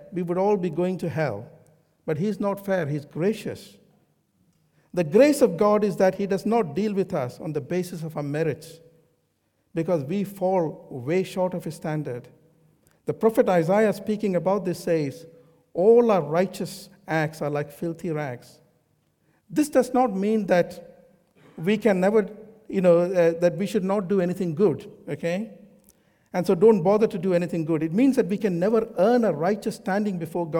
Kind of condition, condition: setting, large echoing room